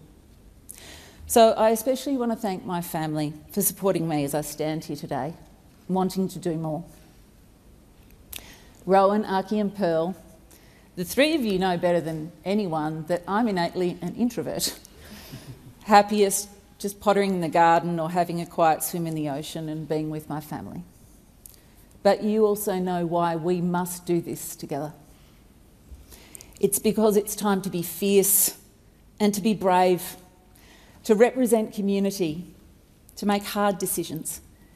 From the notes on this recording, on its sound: Recording took place in the House of Representatives on July 26, 2022.